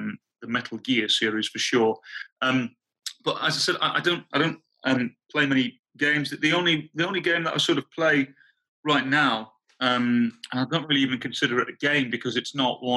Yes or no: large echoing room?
no